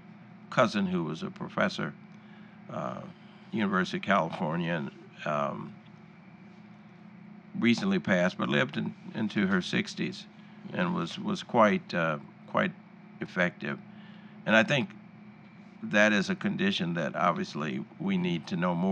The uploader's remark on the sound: Recorded at the recent National Medical Association annual meeting in New Orleans.